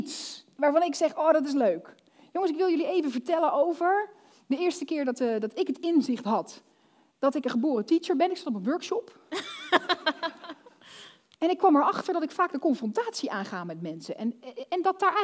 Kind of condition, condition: setting, live audience